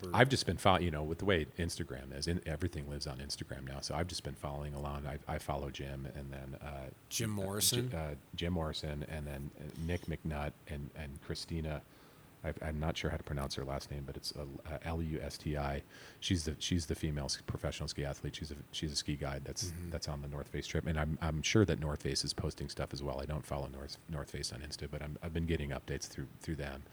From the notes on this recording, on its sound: Recorded at the iconic Tunnel Creek Cafe, home of Flume Trail Bikes in Incline Village, Nevada at the site of the Ponderosa Ranch and the old TV Western, Bonanza.